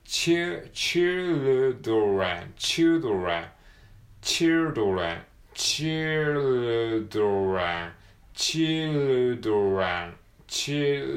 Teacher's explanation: LDR というふうに子音が3つ連続で並ぶところにも注意ですね